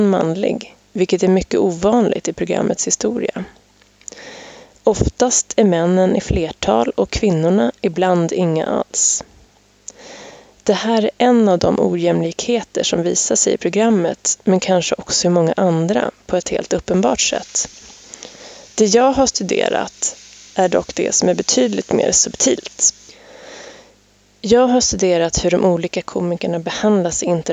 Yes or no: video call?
no